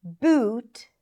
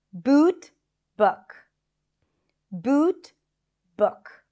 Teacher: Here, as well, we have the tense oo, boot, and the lax u